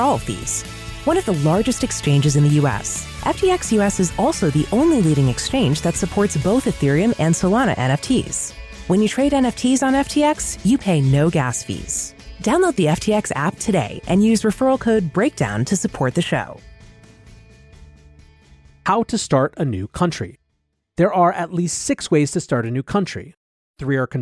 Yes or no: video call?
no